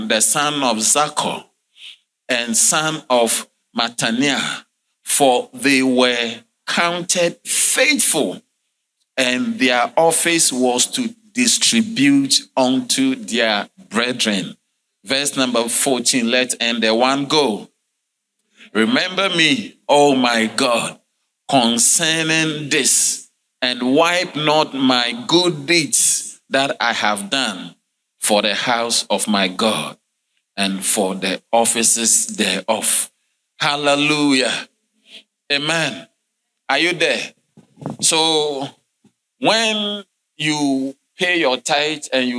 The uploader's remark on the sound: Sermon delivered on Sunday, May 21, 2023, at LCI Mega-Church in Cape Town, South Africa.